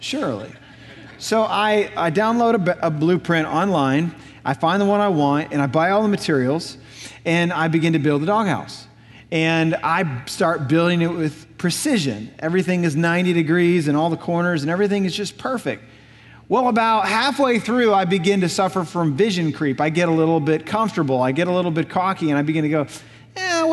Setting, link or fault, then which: setting, large echoing room